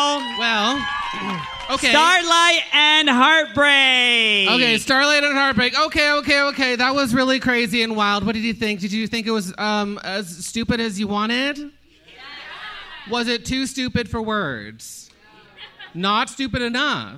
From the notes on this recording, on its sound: Especially when it is in front of a live audience at Canada’s FanExpo at the Metro Toronto Convention Centre?